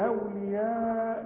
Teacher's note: ده مد اجباري ما دام في عندي مد الشرطه العريضه اللي فوق الالف وبعدها همزه